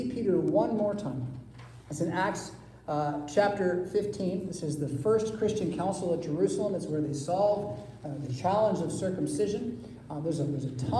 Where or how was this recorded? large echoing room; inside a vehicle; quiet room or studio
large echoing room